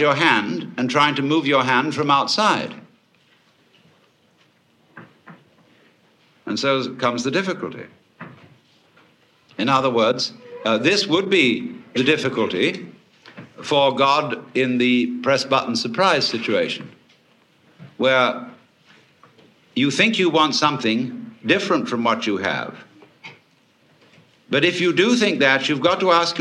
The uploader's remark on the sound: Big-hall presentation. Was recorded in 1971 in New York City at a conference for western therapy and eastern religion. A stream of audience questions.